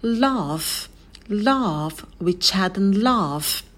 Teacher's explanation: в конце звук «ф» немножечко растягиваем